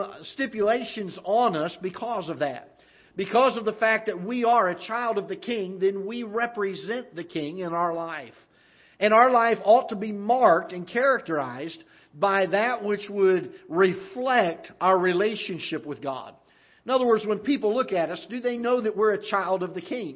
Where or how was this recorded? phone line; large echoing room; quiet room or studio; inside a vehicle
large echoing room